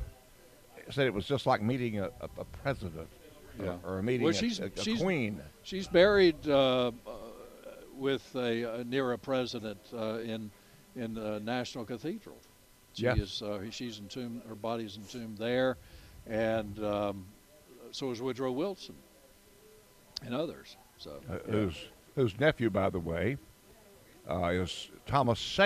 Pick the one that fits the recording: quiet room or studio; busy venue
busy venue